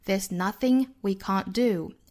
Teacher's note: There's 尾部的这个 s 应该读 z